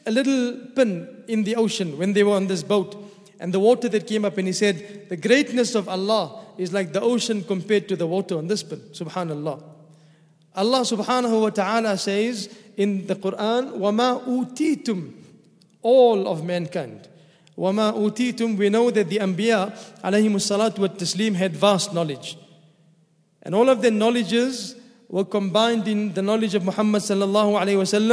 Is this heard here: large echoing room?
yes